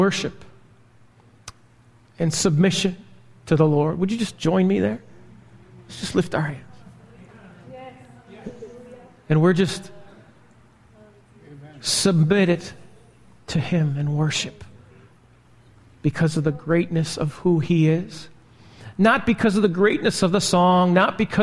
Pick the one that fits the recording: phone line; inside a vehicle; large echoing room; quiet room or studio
large echoing room